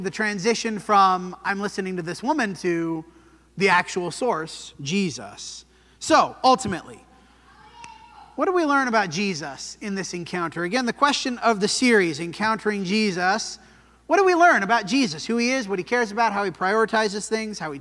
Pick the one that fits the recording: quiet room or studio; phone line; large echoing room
large echoing room